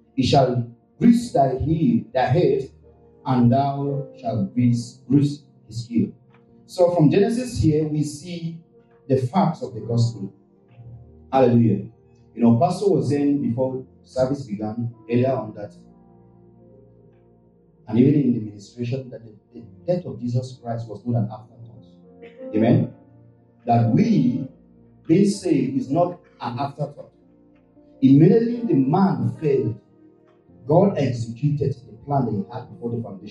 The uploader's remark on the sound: This week's podcast is of low quality because of some technical issues